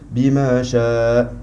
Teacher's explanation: Avec le soukoun, parce que là, vu qu'on s'arrête ici souvent, donc on part du principe que on doit mettre un soukoun pour le hamza. Et le hamza avec le soukoun, c'est un coup de frein